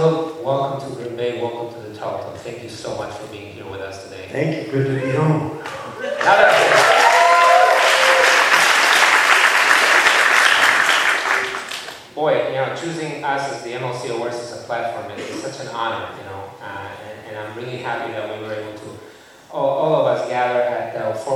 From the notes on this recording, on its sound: MLC Gala at The Tarlton. Q&A from the audience at the Tarlton Theatre.